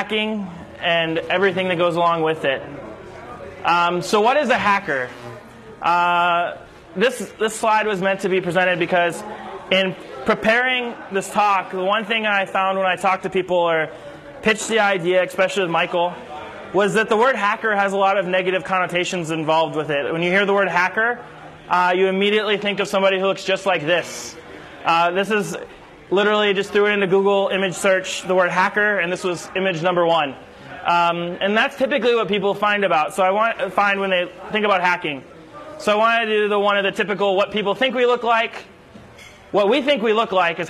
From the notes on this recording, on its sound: This recording was made a few years back during a local event series I produced in the Chicagoland area.